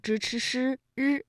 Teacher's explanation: 由舌尖向上翘起和硬腭的前部相接触，气流受到阻碍形成的一种辅音 · 舌尖向上翘起，然后呢和我们的硬腭前部气流受到了阻碍，就构成了辅音 · Term: 翘舌音